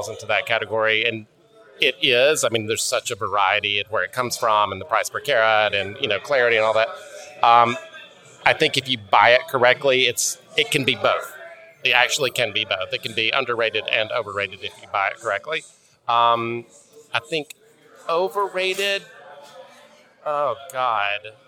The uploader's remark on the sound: We stopped a handful of designers and industry tastemakers in the aisles of "the tents," in the back lot of the Tucson Convention Center, in the lobby of Pueblo and, in one case, underneath a highway overpass. While the sound-quality on some of these rapid-fire interviews admittedly isn't studio-quality, we're delighted to share the joy, excitement, laughter and passion that was conveyed during these "man on the street" encounters.